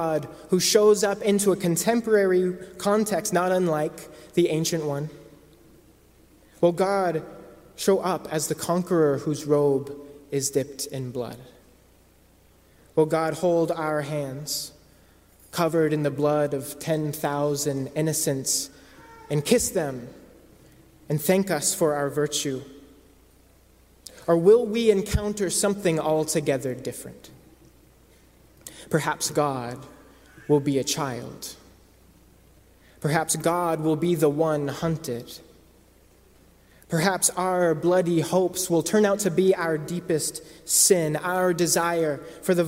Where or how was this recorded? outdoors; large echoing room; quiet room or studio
large echoing room